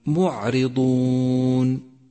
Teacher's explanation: احذر من قلقلة حرف العين الساكن في كلمة معرضون، فهو خطأ شائع، ولأن العين ليس حرف قلقلة، فإياك أن تقول معرضون، معرضون، فهذا خطأ، وصوابه أن تقول معرضون.